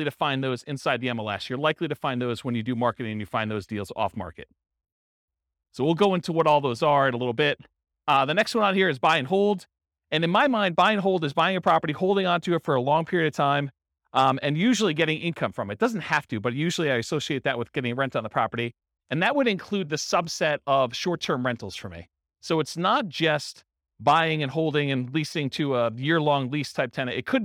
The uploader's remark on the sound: Real estate entrepreneurs in Sterling Heights, Michigan. This was a live class recorded.